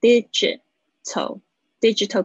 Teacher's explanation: 大家注意一下你们的发音哦，digital，它的重音是在 D 上面